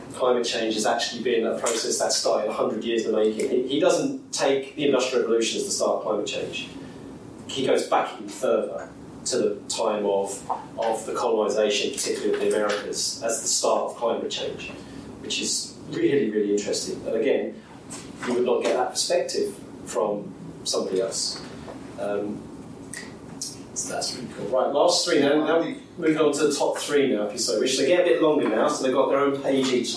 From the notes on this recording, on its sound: Discussing them with an audience. Thank you to all those who participated and gave their consent for the session to be recorded.